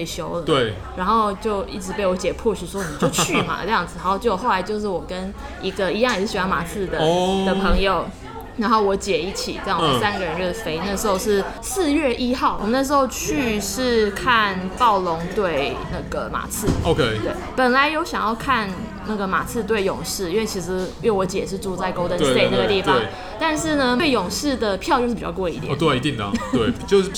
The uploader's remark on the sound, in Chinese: 本集白噪音指數：微風級 2/5。錄音地點： Toasteria Cafe 吐司利亞 - 永康店。